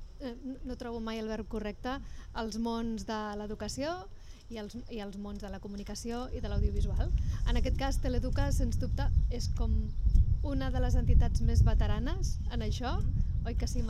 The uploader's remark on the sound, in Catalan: Ràdio Trinijove, Ràdio Fabra i XRCB participen fent ràdio en directe a les jornades FACC&COM celebrades el juliol del 2019 i organitzades per Art i Barri.